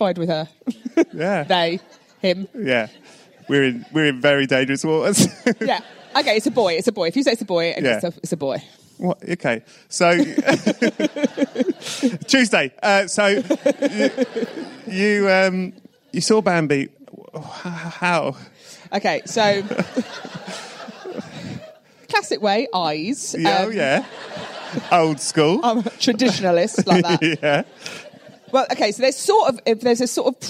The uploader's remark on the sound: This one was recorded LIVE on location at the BFI, at the Southbank in London